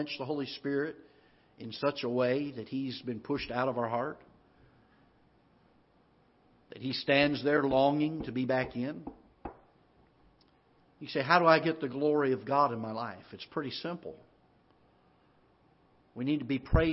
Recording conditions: large echoing room